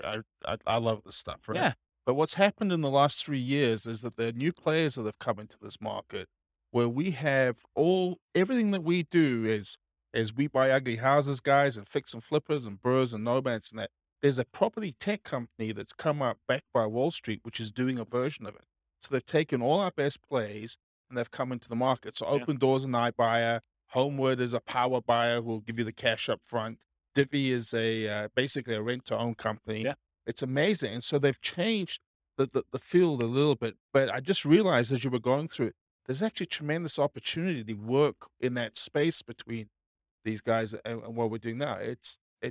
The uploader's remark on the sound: Real estate entrepreneurs in Fargo, North Dakota. This was a live class recorded.